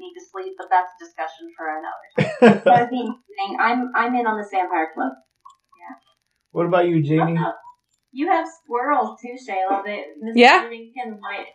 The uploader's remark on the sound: I always prefer in-house podcasts because of the chemistry in the air but we had a great conversation using Zoom.